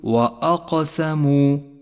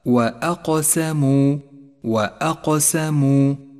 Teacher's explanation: وأقسموا، لون بالأزرق الفاتح إشارة إلى صفة القلقلة، ولكن حاذر وأنت تقرأ هذه الكلمة أن تفخم الهمزة التي قبل القاف، أي أن تقول وأقسموا، وهذا خطأ شائع، فالهمزة حرف مرقق دائما بالغ في ترقيقه إذا جاء بعده حرف مفخم · Shown in: second take